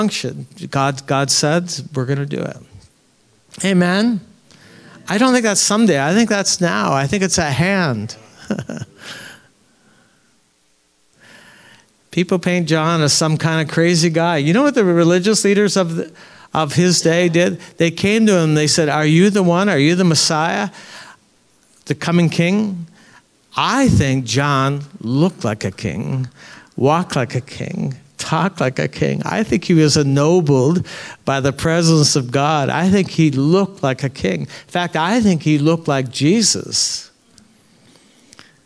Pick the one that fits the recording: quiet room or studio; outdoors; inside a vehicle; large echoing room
large echoing room